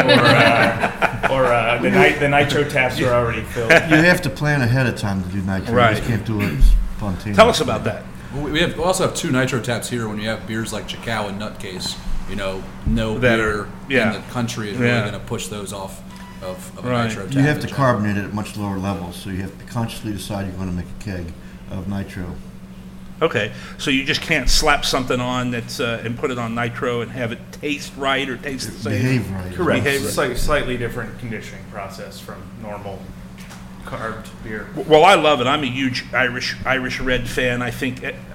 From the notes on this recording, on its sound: Live at Listermann Brewing Company! This episode of Cincy Brewcast should be done live from their hallowed taproom on Dana Avenue.